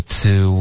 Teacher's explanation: 结尾别加儿化音。OK，不要说 tour。OK，是 to 啊